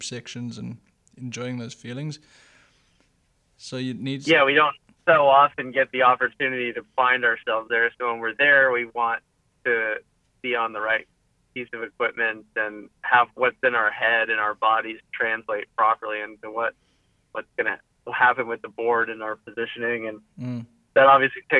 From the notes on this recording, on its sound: A phone conversation